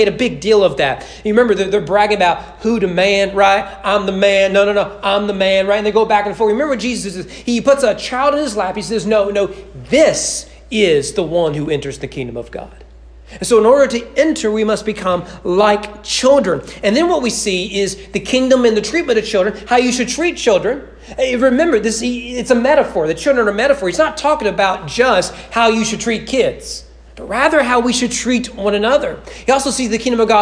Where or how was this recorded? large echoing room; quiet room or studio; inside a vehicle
large echoing room